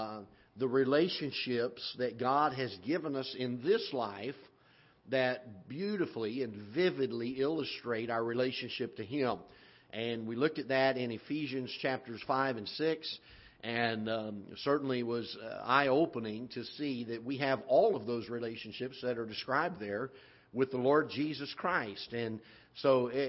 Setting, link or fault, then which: setting, large echoing room